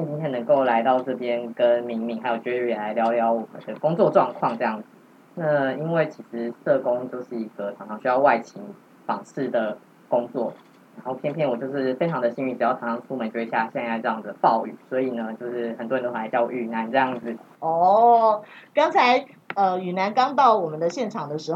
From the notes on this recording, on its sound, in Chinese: 第一次嘗試變聲技術，加上錄音當天大雨磅礡，音質欠佳敬請見諒。